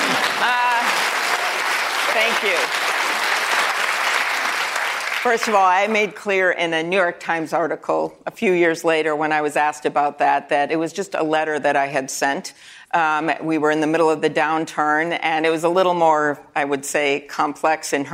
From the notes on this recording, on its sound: answers questions from students and young New Hampshire Democrats during a live town hall